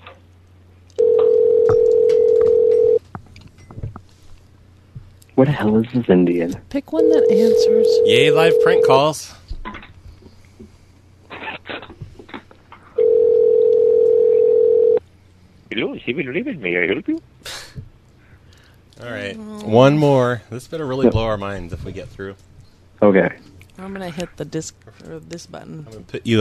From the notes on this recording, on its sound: Personal Prank Phone Calls Collection